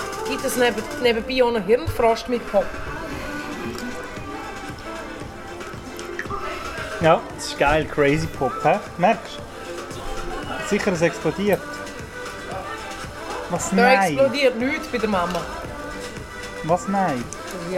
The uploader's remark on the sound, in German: Was ich mit einem Aufnahmegerät an der Frankfurter Buchmesse mache?